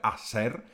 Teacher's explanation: humo, psáno tedy z h, vyslovujeme umo · Term: němý